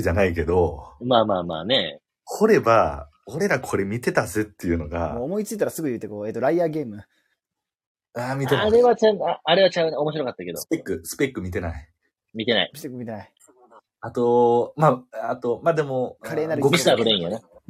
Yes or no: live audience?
no